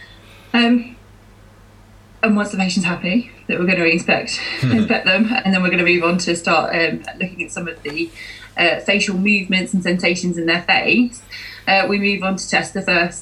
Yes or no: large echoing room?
no